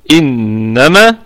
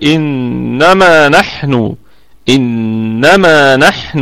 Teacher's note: إنما نون حرف غنة في أعلى درجات الغنة كما ذكرنا من قبل. إنما والميم في الدرجة الخامسة من درجات الغنة لأنها متحركة، وأيضا فيها مد طبيعي وصلا ووقفا، يعني نقف عليها أيضا بالمد الطبيعي إنما، وأيضا نصلها بالمد الطبيعي إنما نحن، إنما نحن هكذا.